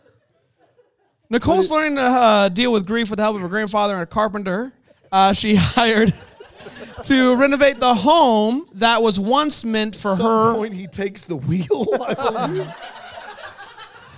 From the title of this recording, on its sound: LIVE FROM BRAMBLE FEST